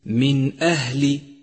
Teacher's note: رابعا، لاحظ قوله تعالى: من أهل. من أهل، النون ساكنة وبعدها حرف الهمزة، وحرف الهمزة حرف من حروف الإظهار، فالحكم هنا إظهار، أي تظهر النون كاملة